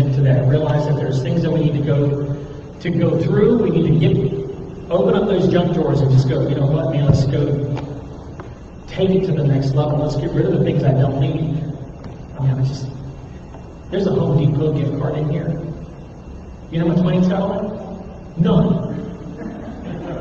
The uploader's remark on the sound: THERE WAS AN AUDIO PROBLEM THIS WEEK